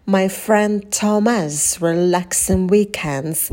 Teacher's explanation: В слове has можно вообще убрать звук H или сделать его прям мега легким.